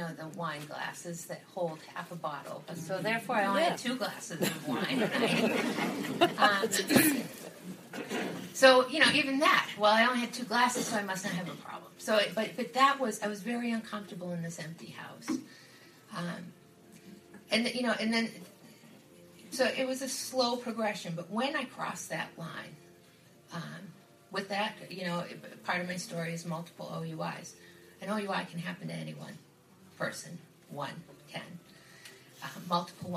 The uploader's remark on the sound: A very close friend of The Bubble Hour was asked to share her story at a 12-Step recovery meeting so we asked her to record it.